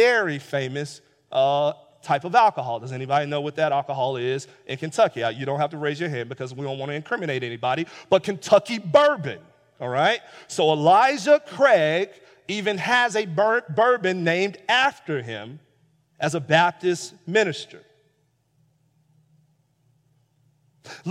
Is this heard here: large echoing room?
yes